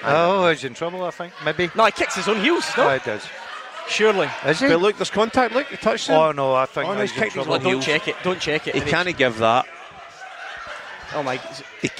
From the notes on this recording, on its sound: Clyde 1 Superscoreboard LIVE. Live from Scotland HQ at Drygate Brewery.